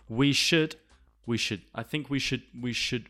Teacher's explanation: The D is almost not pronounced.